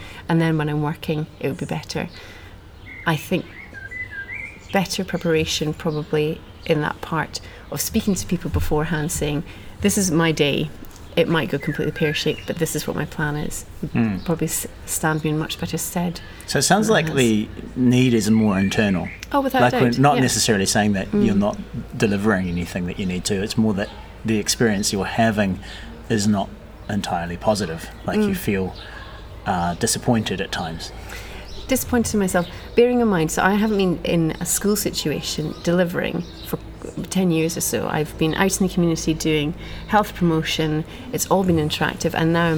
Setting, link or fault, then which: setting, outdoors